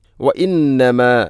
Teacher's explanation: വ ഇന്നമ നൂനിന് ശദ്ദ് വന്നാൽ മണിക്കണം